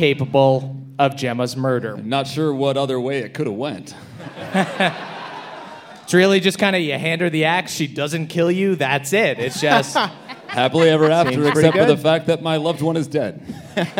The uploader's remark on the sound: NADDPOD Live in Pittsburgh. Live in Crittsburgh for the last night of the Nannerfly Effect Tour!